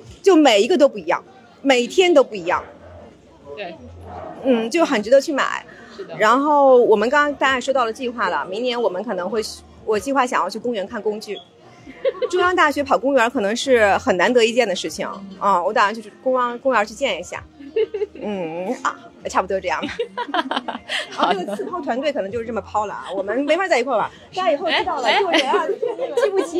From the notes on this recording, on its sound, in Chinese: 我们在现场！